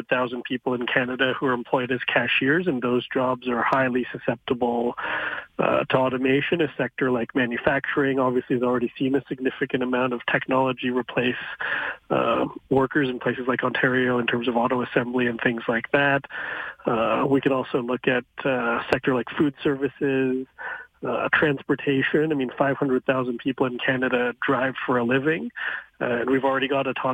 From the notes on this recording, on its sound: Then the phone lines were opened to hear what you had to say.